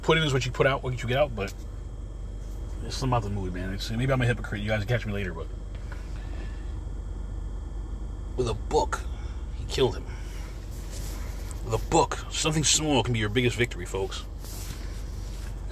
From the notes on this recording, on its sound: In this CarCast.